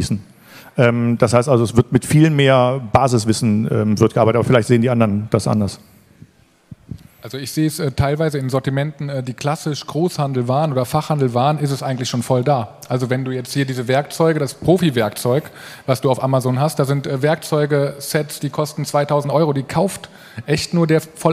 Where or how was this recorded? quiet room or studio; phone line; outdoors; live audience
live audience